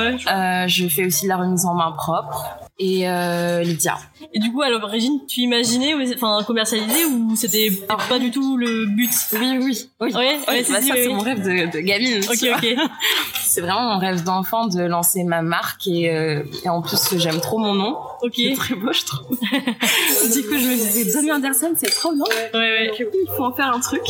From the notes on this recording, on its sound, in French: Nous avons enregistré l'épisode dans un café, c'est pour ça que tu entendras des bruits de fond.